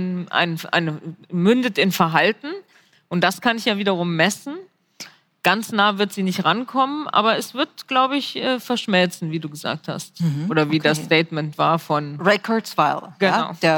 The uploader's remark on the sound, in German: Live-Panel von der Morals & Machines 2022